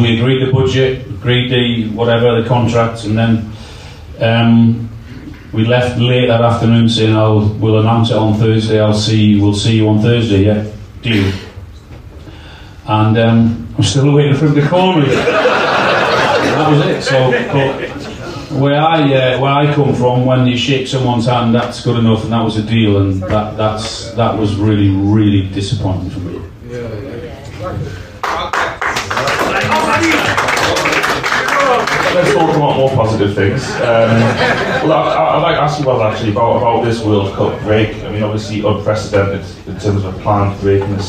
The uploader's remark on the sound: Attended a talk in which we have recorded for you as a podcast. Sadly we the professional audio was lost on the night but we have this back up audio to bring you what was a great night.